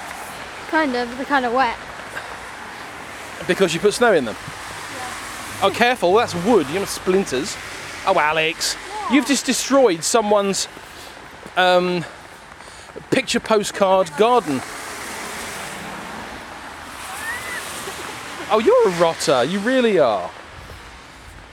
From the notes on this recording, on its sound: you join us on our way to record some videos for church, whilst partaking in a snowball fight of sorts